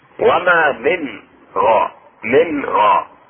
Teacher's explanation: إظهار النون الساكنة عند الغين